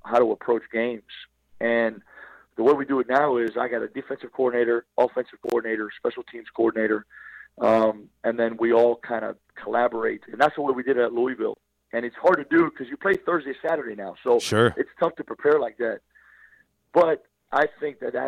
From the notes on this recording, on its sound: LIVE on the Back In Action Hotline. RWRC Radio on The Ticket Radio Network.